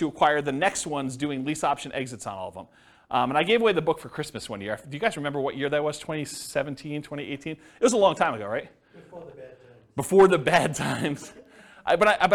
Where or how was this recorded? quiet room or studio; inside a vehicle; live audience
live audience